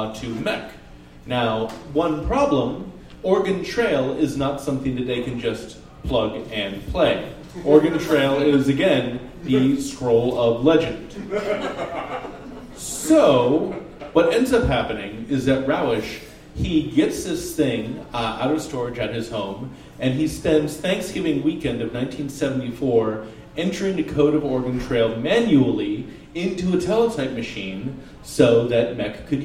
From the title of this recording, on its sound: Live at the Jack London